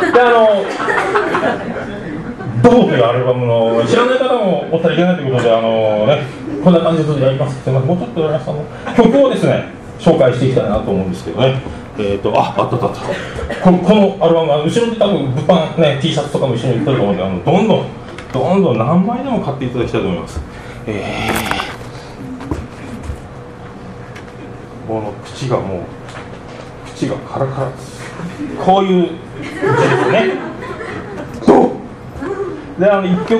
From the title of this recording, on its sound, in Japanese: ライブハウスＣＢ14周年 ﾂｰﾏﾝﾗｲﾌﾞ